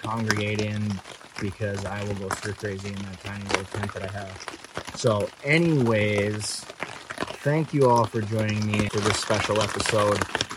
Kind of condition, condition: setting, outdoors